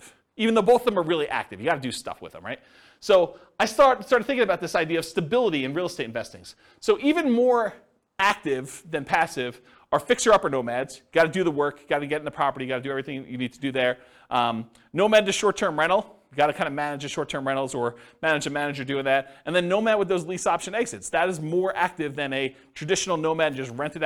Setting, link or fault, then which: setting, live audience